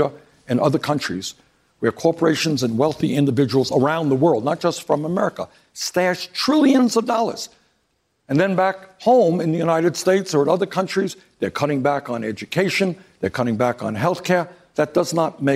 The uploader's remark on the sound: during a live town hall